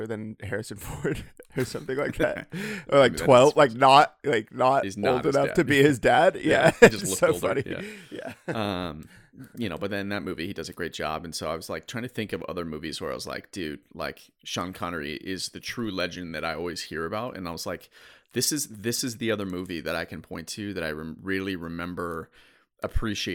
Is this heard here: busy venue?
no